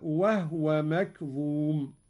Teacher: أسكن الهاء قالون، هكذا وهو مكظوم.